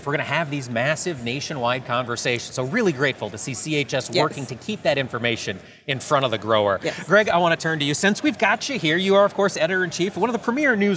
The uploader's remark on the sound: Around the Table at Commodity Classic 2023. Live on the floor of the 2023 Commodity Classic in Orlando, FL.